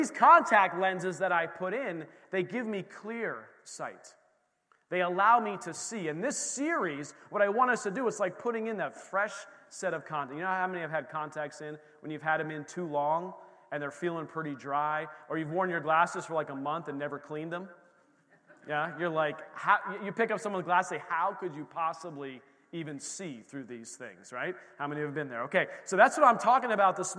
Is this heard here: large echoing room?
yes